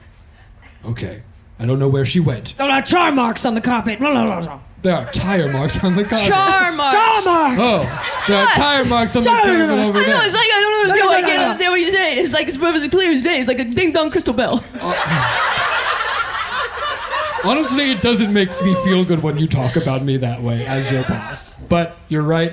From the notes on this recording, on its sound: Live from Vulture Fest LA. Live at Vulture Fest in Los Angeles.